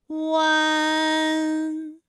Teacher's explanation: 是从圆唇的后高元音乌开始，口型迅速的由合口变为开口状，舌位向前迅速滑降到不圆唇的前低元音啊的位置呢就开始升高，发啊后软腭下降，逐渐将鼻音色彩增强，舌尖迅速移到上齿龈部，最后抵住上齿龈，发出鼻音呢的状态。看啊，大家感受一下从合口改为开口状的状态，弯，是不是先从合口，然后最后变成了一个开口的状，然后最后尾音的时候呢，是要到达一个鼻腔，发出一个鼻音呢的状态，弯，哎，它就发完整了。好，大家依然跟我来读一组词啊，贯穿，贯穿，软断，软断，酸软，酸软。好，我们继续再来发吁安的音。发音的时候呢，由圆唇的后高元音吁开始，向前低元音啊的方向滑降，舌位只降到前半低元音 i 略后的位置就开始升高，发 i 之后呢，软腭下降，逐渐增强鼻音色彩，舌尖迅速移至上齿龈，再抵住上齿龈，做出发鼻音呢的状态。来跟我感受一下啊，鸯鸯。好，大家一起来跟我发下面这组例词。源泉，源泉